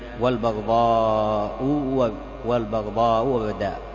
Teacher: قراءة السبعة، فإما أن تقرأ بالتحقيق فيهما أي ظهار الهمزتين، أو إبدال الثانية واوا من إشباع التي قبلها المضمومة